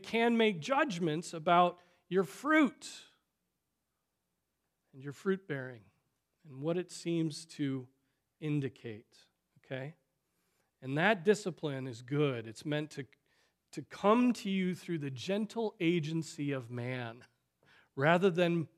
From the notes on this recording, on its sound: Preached on September 17, 2023 at Trinity Presbyterian Church ( Evangel Presbytery ) in Spartanburg, SC.